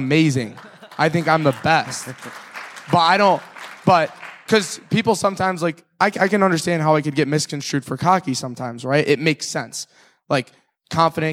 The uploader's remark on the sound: At the 2018 Genius Network Annual Event